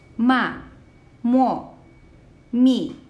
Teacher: the fourth tone, this is a falling tone. So it starts from up and goes straight down